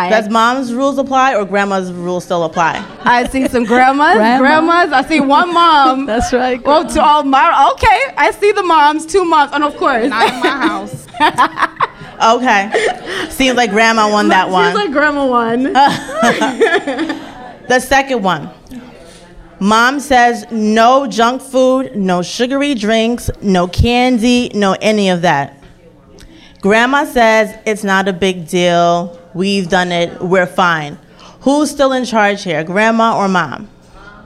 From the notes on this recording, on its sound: A LIVE broadcast via their Pre Mother’s Day Brunch along with Nelli’s Kitchen and VIBE Vixen at Embassy Lounge in Long Island City. Listen as the audience decides who wins in various "grandmas vs mothers" scenarios.